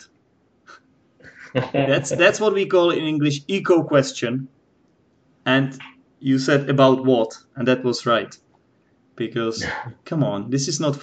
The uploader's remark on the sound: After the Skype call proper